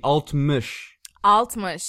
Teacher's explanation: Altmış in the back of the throat. That's a back vowel.